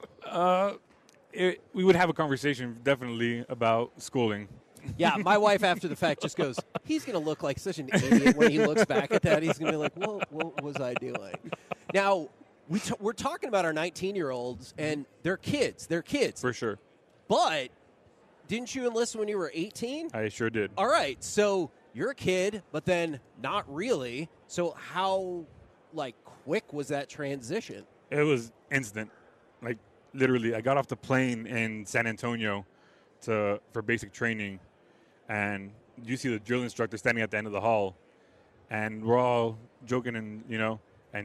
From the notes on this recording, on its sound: 11am hour of The K&C Masterpiece LIVE from Radio Row in Las Vegas!